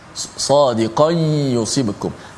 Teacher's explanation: maka kita panjangkan gunnah ha? pada idgham ma'al gunnah